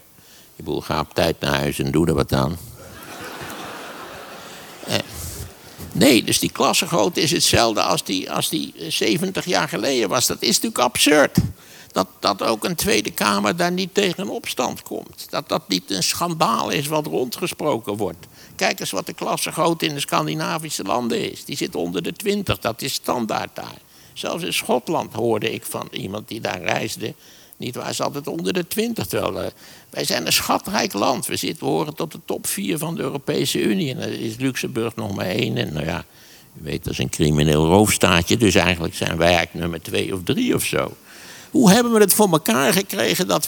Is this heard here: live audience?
yes